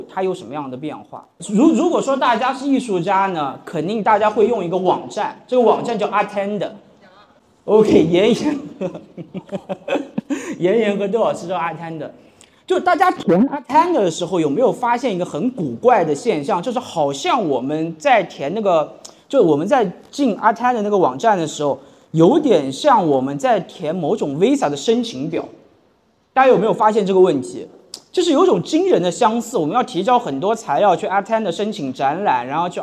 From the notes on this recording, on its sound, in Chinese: 现场实录